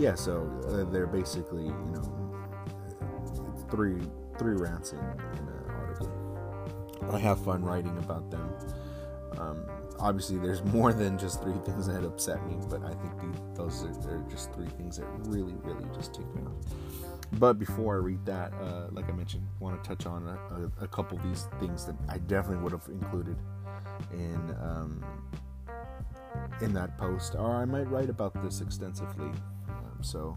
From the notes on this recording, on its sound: Apologies for the noise in the background if there is any!